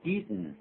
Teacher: 用嘴巴还是张开的，用鼻音这样子